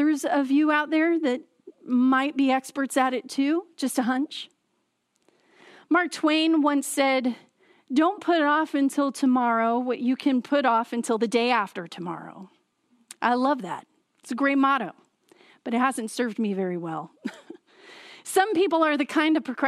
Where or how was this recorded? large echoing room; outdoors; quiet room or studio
large echoing room